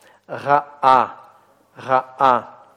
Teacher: Это гортанная смычка, которая, если она попадает между двумя гласными, вызывает остановку.